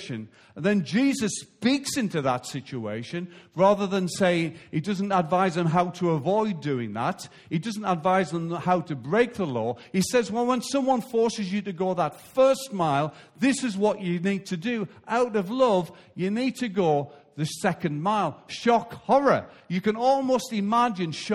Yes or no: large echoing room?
yes